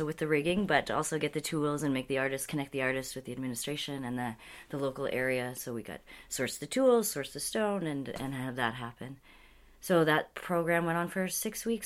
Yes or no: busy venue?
no